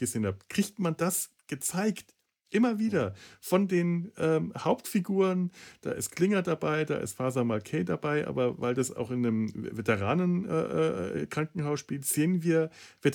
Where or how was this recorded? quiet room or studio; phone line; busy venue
quiet room or studio